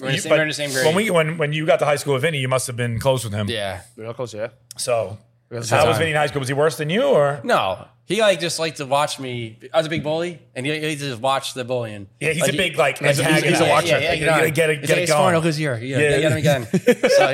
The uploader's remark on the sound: bar "Archie Grand"